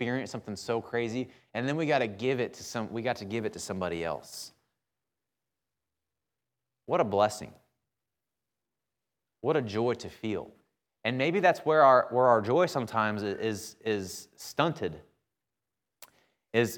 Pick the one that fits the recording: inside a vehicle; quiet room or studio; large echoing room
large echoing room